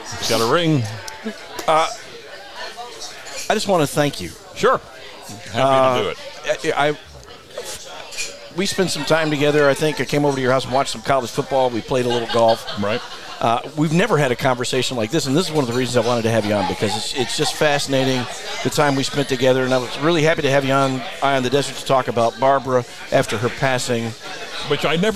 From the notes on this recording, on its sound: Recorded at Little Bar in the center of the Coachella Valley universe!